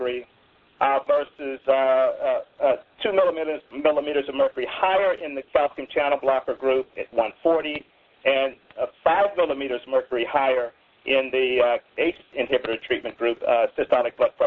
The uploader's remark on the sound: April 2005 Author in the Room® Teleconference